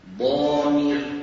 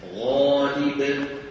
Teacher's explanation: ضامر أشد تفخيما من غالب